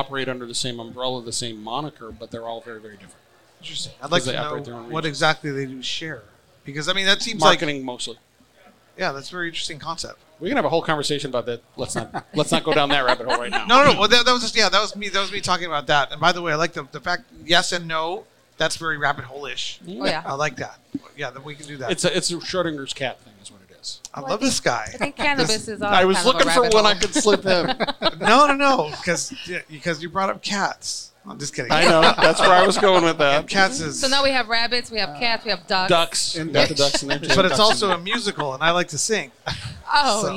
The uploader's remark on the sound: Recorded at MJUnpacked NYC